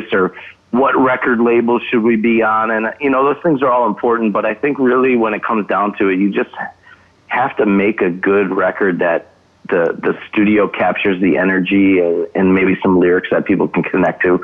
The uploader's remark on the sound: phoned in to join the TVTV podcast